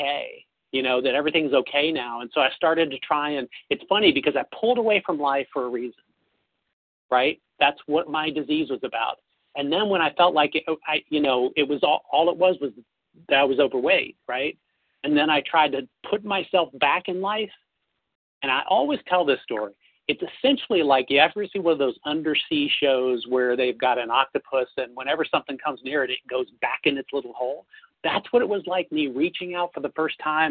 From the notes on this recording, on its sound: Phone Meeting on 11/3/20. 100 Pounders Phone Meeting.